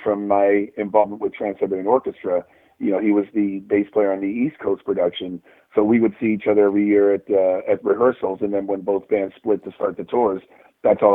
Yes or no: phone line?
yes